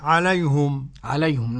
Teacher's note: قرأ الإمام حمزة ويعقوب بضم الهاء عليهم